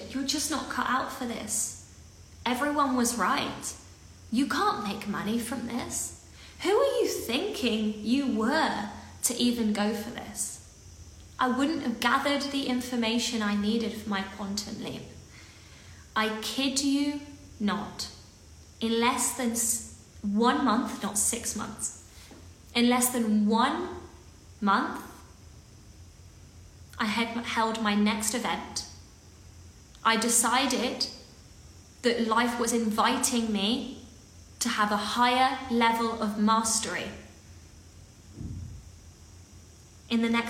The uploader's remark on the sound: our Instagram Live Series as a podcast